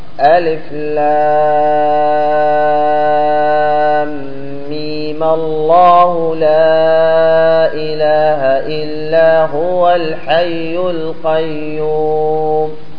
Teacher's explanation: قال أما الميم التي في ألف لام ميم الموجودة في آل عمران فيجوز قصرها نظرا إلى الحركة العارضة إلى مقدار حركتين، يجوز يعني هنا أحد وجوه ماذا قلنا؟ الأداء، أحد وجوه الأداء بفتح الميم الأخيرة فيها وصلا